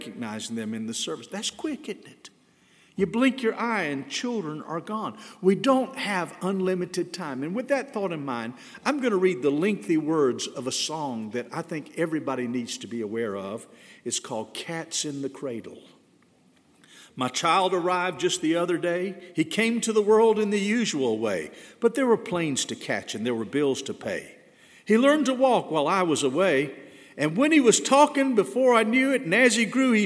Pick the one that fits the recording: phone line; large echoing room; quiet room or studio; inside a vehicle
large echoing room